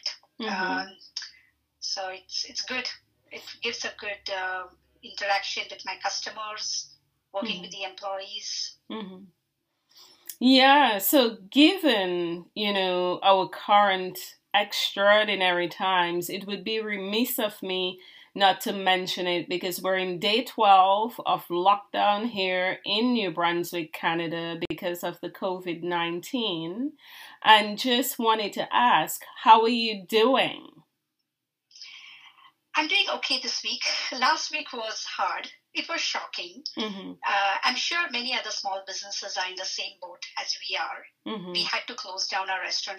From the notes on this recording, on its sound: The audio on this one is rough